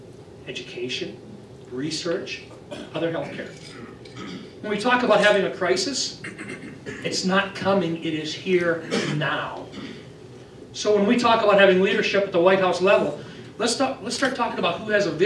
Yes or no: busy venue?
yes